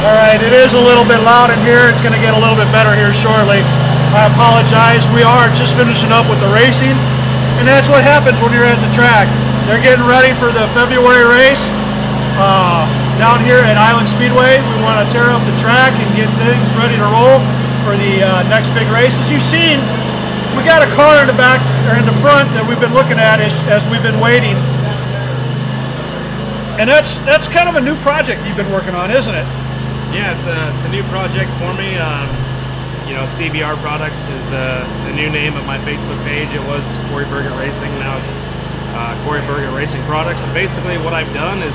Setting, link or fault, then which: fault, sounds in the background